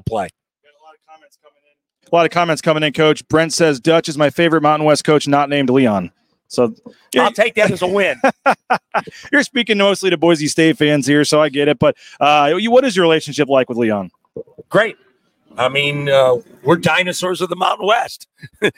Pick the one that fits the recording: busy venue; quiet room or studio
busy venue